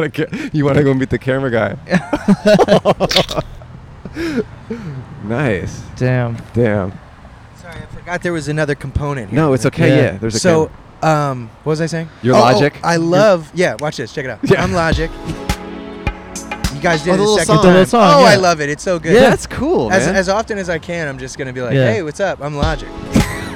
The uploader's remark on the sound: Outside a Bougie Grocery Store. In front of Erewhon in Santa Monica, California.